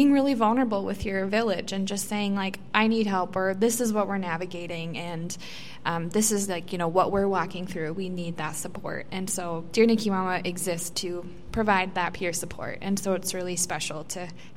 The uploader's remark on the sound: The recording from our live podcast event hosted by Thrivent for Giving Hearts Day. At this free event, members of our local community were able to order a coffee.